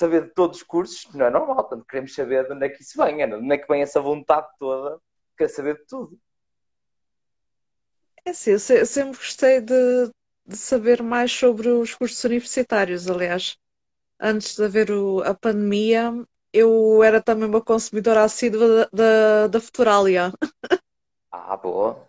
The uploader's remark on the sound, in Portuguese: Conteúdo LIVE no Instagram